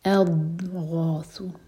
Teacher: تو بغیر قلقلہ کے زبان کے سائڈ سے پڑھیں اضغاث غ غین ہیوی اور دو حرکہ لمبا · بغیر قلقلہ کے زبان کے سائڈ سے پڑھیں اضغاث غ غین ہیوی اور دو حرکہ لمبا اس کے بعد